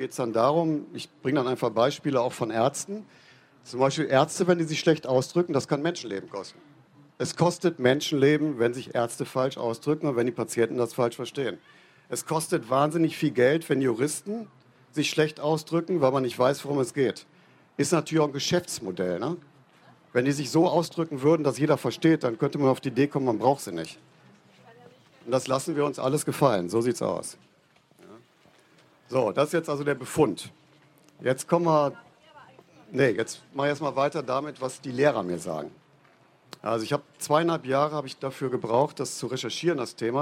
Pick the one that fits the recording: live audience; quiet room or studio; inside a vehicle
live audience